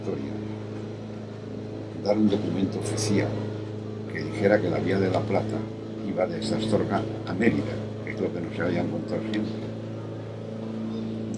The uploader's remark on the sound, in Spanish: Mirada con libro en un jardín con mucho ruido.